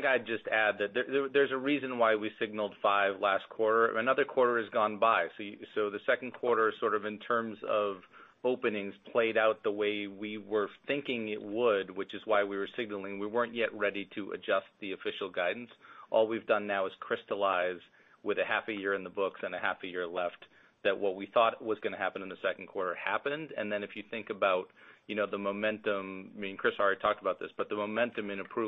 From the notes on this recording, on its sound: Q2 2023 Earnings Call.